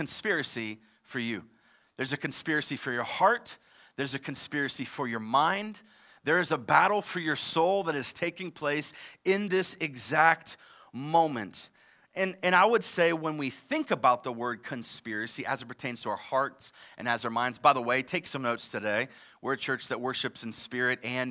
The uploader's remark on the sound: live from Covenant Church